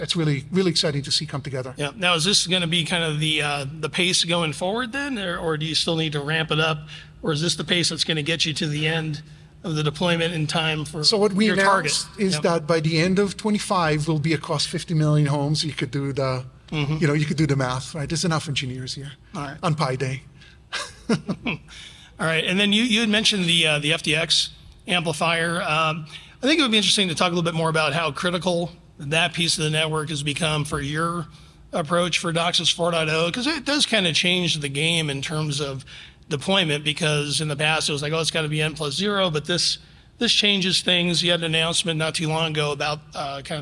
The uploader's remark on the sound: Following his keynote address at last week's Cable Next-Gen Technologies and Strategies event in Denver.